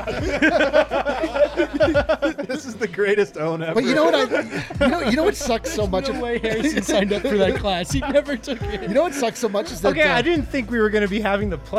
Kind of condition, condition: setting, busy venue